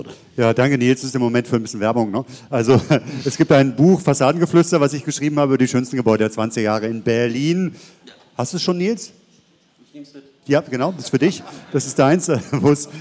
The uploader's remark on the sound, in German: Die als Live-Podcast in den Räumen der Zentralen Landesbibliothek stattgefunden hat.